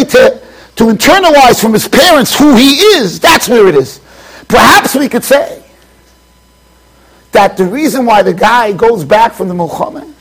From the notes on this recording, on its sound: Shiur recorded in Yeshivas Ohr Reuven, Monsey NY.